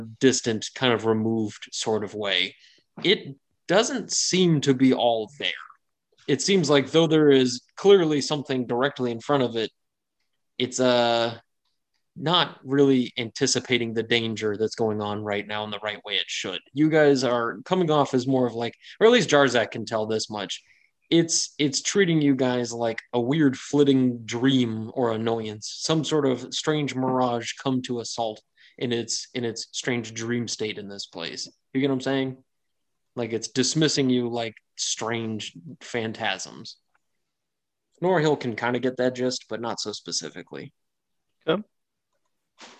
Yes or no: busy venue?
no